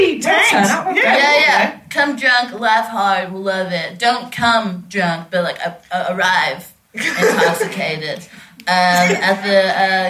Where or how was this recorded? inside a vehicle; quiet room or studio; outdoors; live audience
live audience